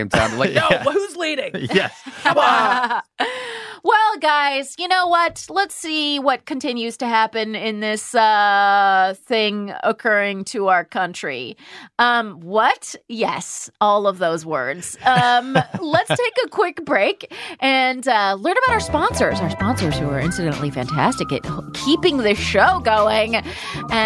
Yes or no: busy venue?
no